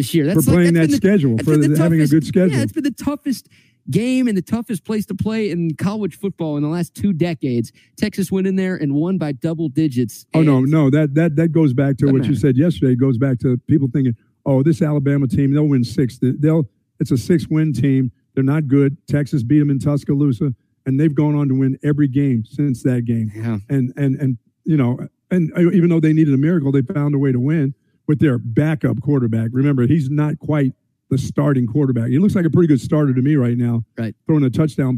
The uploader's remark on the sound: LIVE from The Hills Country Club in Lakeway